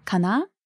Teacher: The last vowel, あ, is sometimes prolonged